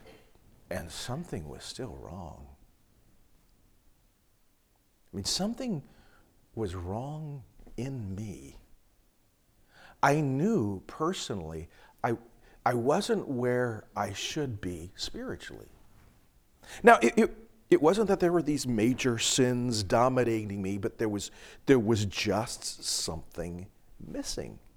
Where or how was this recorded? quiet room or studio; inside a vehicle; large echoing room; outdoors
large echoing room